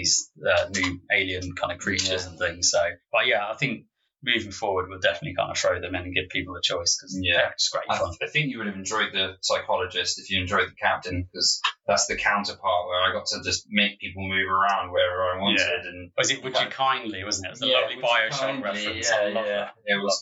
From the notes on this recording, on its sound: in our earlier episodes our audio isn't up to scratch